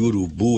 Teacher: a sílaba tônica de urubu é bu